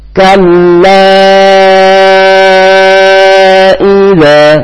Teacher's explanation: Kemudian ketemu dengan huruf hamzah, maka dibaca panjang mat wajib dengan 3,5 ketukan atau 6 harokat.